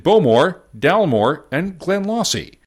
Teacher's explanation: In Scotland, the last syllable seems to get the emphasis